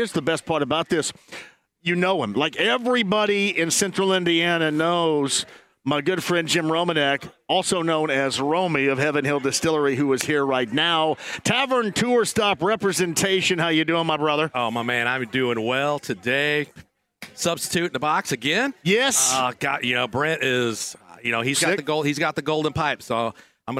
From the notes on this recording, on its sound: He also takes a phone call before the segment ends! Live at Manley’s Irish Mutt!